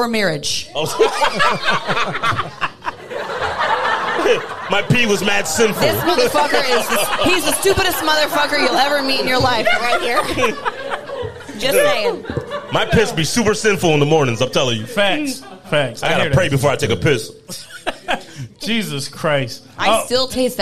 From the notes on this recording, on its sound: We recorded our podcast with a live audience at Central Square in Waterbury CT. The crowd was amazing and even joined in on some of the action (apologies in advance for some of the audio when the crowd was speaking).